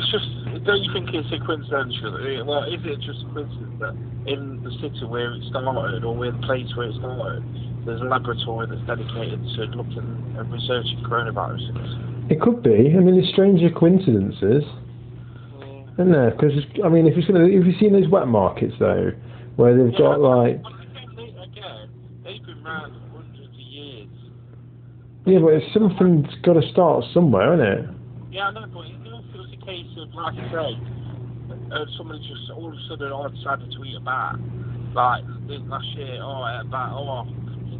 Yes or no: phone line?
yes